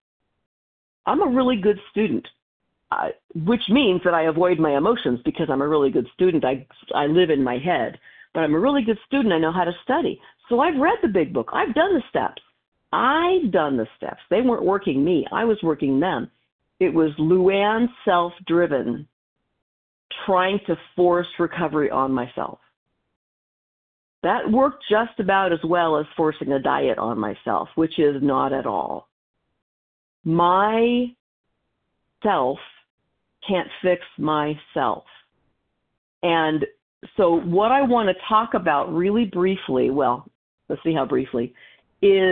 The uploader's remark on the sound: from the 100 Pounders Phone Meeting